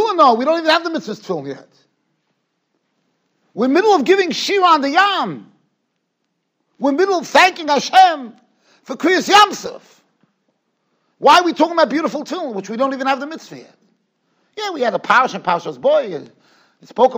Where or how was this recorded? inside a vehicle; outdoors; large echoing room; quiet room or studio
large echoing room